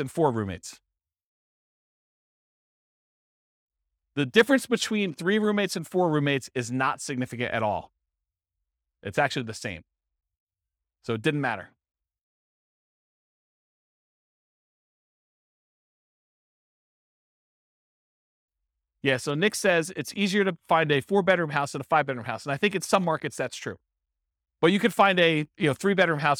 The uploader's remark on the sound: This was a live class recorded.